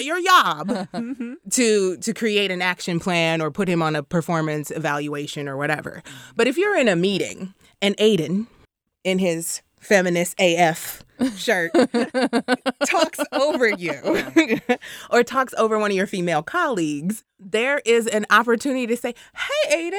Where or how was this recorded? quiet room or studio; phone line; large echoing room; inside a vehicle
quiet room or studio